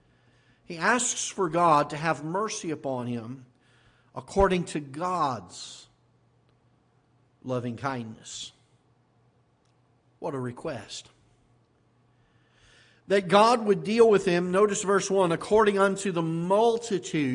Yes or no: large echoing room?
yes